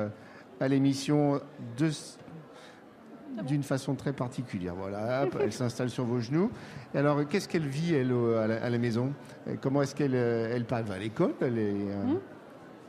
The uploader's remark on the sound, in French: en direct des halles inclusives 2022